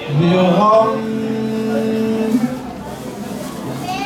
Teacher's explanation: ميم حرف مشدد موقوف عليه بغن حركتين